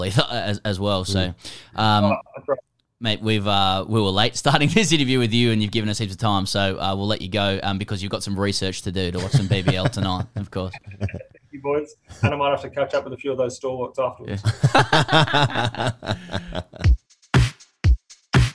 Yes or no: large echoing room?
no